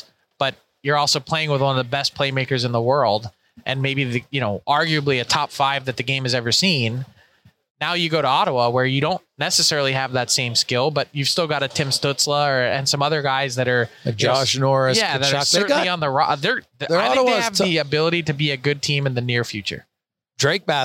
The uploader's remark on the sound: Live from the Draft floor at the Bell Centre. The Habs made a lot of noise in round one and the crowd was loving it.